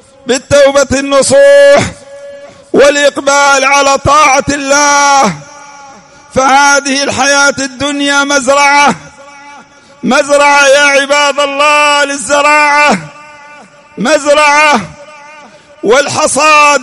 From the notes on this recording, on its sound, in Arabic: سجلت هذه الخطبة في *مسجد الإمام الوادعي* رحمه الله *بالديس الشرقية.